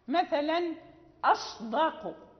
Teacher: فإذا جاءت الصاد ساكنة وجاءت بعدها دال فيجب تخليصها وبيانها والحرص يعني على ذلك، وإلا أصبحت زاي.